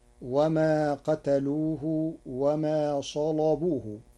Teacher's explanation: قرأ ورش كلمة صلبوه بتغليظ اللام لوجود صاد مفخمة قبلها، فتصير وما قتلوه وما صلبوه.